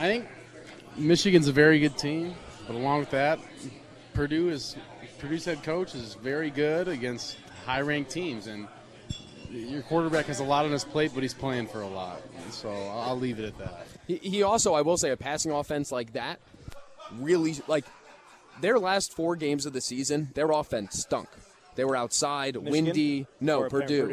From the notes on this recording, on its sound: live from Monk's in Sun Prairie